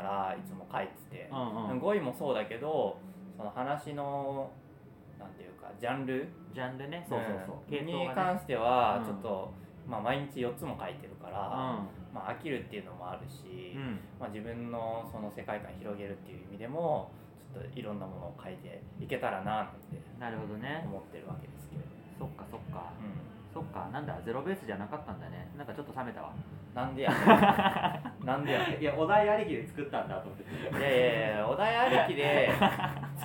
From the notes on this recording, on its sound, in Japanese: 感染症に徹底対策して初めての対面収録です！段取りなしの一発収録なのでグダグタ進行だったり雑音あったりですが。